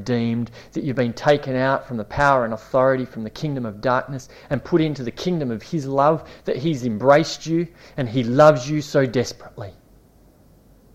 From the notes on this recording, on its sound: This series was preached over a nine week period at Esperance Church of Christ.